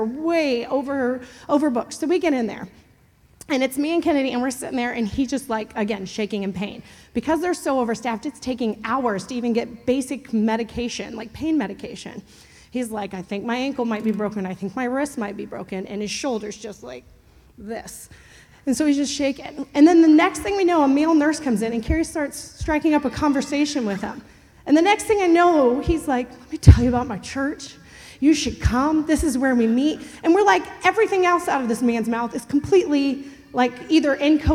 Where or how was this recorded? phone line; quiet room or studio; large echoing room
large echoing room